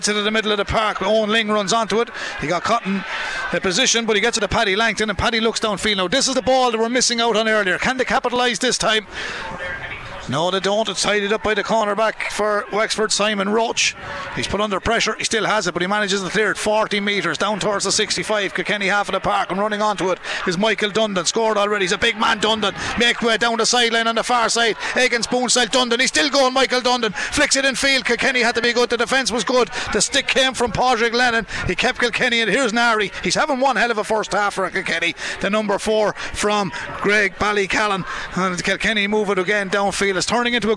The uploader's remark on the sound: We were in UPMC Nowlan Park. Live in the stands.